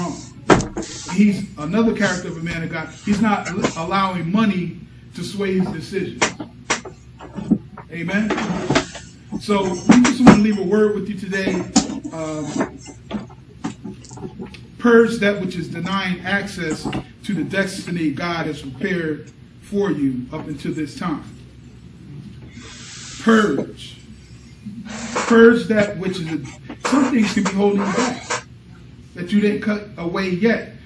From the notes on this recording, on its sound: Recorded at Berea Church of God in Christ: Rogersville, AL.